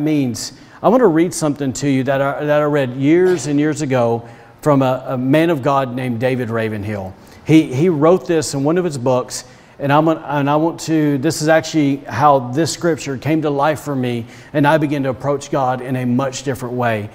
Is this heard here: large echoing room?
yes